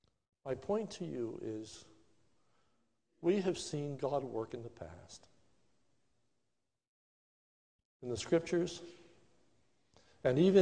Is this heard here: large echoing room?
yes